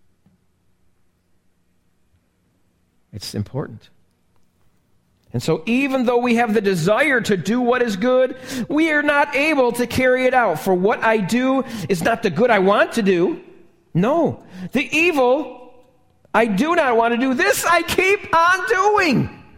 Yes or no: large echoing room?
yes